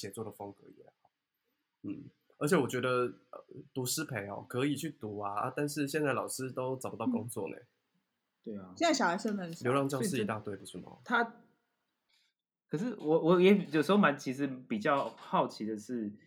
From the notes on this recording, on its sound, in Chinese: 本集節目透過Zencastr錄製平台來錄製，聲音品質會與過往錄製有些落差，請見諒。